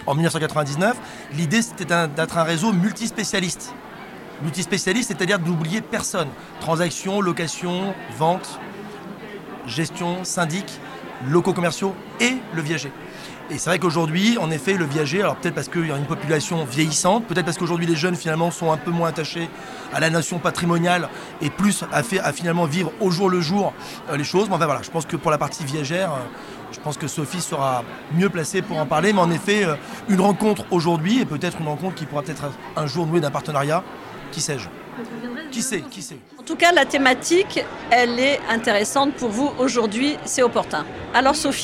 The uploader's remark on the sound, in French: Ce podcast a été enregistré à Immo, le congrès de la FNAIM à Paris, les 4 et 5 décembre 2023. Ce podcast a été enregistré à Immo, le congrès de la FNAIM à Paris, les 4 et 5 décembre 2023.